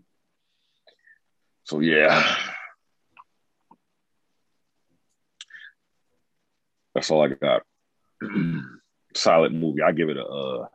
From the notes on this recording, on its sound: Due to some technical difficulties, we recorded virtually this week.